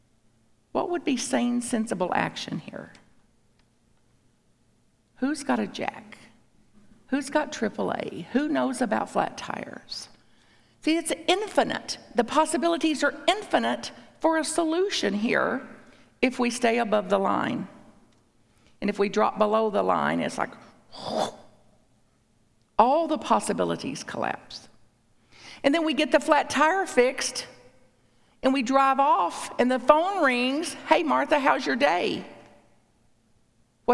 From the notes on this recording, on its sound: A talk at Unity Church. At Unity on the North Shore in Evanston, IL.